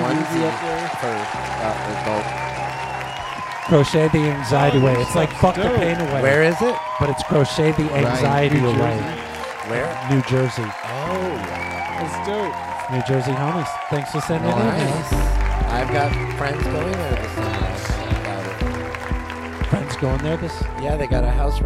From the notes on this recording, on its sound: Filmed in front of a live Studio Audience. Madewithswitcher.